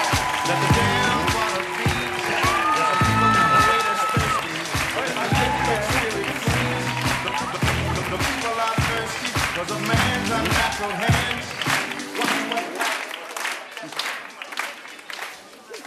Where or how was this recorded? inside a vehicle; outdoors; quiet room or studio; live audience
live audience